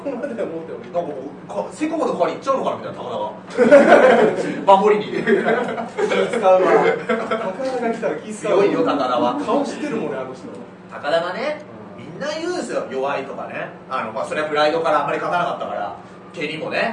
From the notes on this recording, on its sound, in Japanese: 秋葉原ZERO-Gで行われた公開収録ライブ。